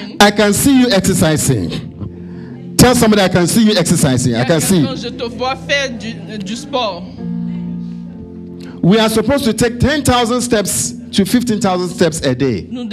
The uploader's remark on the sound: Preached during Joyful Hour Sunday Service